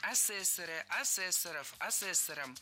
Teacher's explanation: В слове «асессор» ударение на втором слоге сохраняется во всех формах.